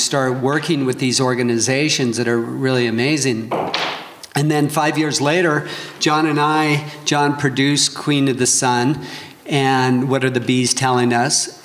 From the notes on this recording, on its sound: IWFF Filmmaker Panel. Today on the show we are airing a panel discussion that I moderated at this year’s International Wildlife Film Festival (IWFF) in Missoula, Montana!